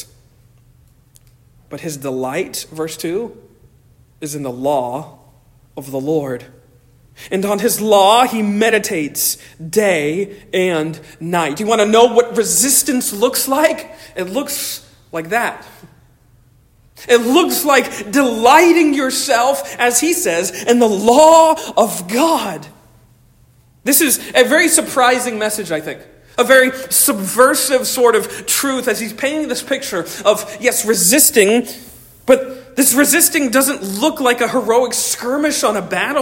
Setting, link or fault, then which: setting, large echoing room